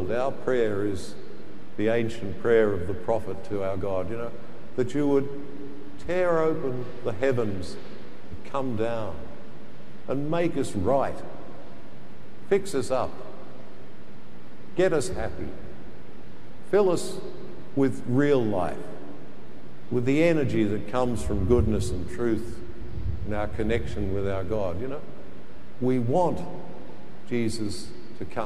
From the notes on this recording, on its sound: The homily from Sacred Heart Cathedral, Hamilton